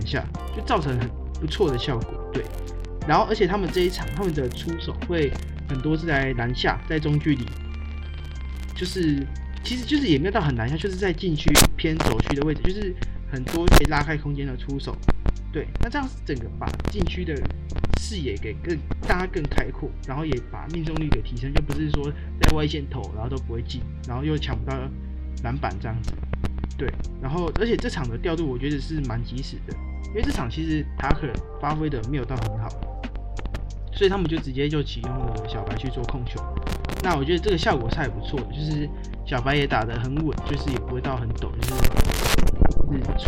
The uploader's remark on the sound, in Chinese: 這一集因錄音設備出現狀況有雜音問題較為嚴重